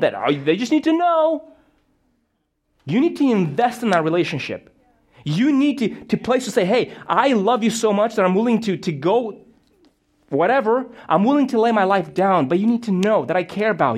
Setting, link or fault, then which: setting, large echoing room